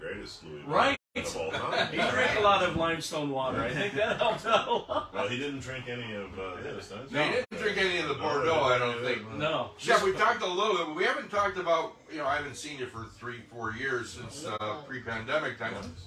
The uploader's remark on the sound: Live at the Peppermint Hippo!